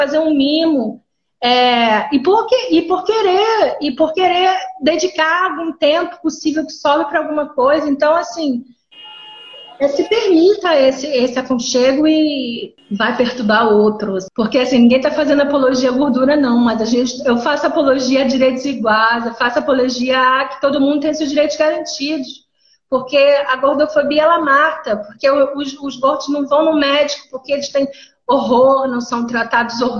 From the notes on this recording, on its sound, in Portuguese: uma série que registra conversas ao vivo (live) que rolaram no Instagram